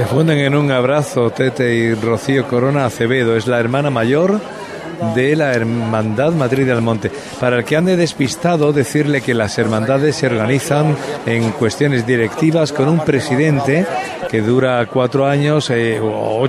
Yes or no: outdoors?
yes